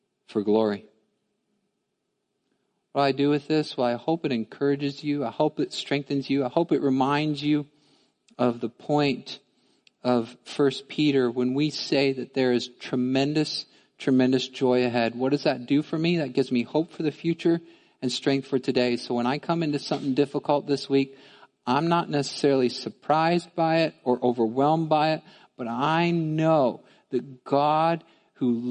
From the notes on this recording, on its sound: Midland Evangelical Free Church Sermon Audio